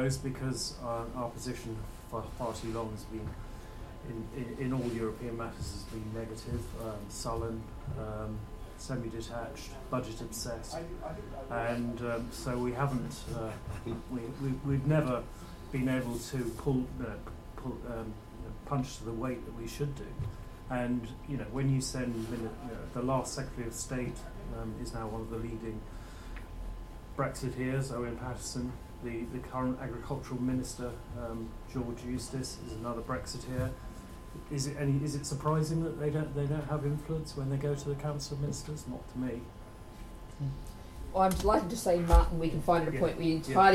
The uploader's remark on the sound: UKAndEU conference panel.